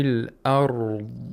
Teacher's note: We have a ra with tafkhim, since it's sakin, preceded by a letter with a fatha. So whenever it's sakin, we have to look at the previous letter most of the time.